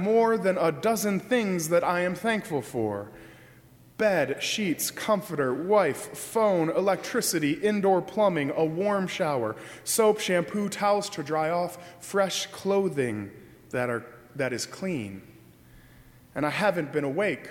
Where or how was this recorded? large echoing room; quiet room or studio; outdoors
large echoing room